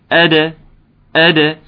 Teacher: نرقق الهمزة ماشي، نرقق الدال ونقلقلها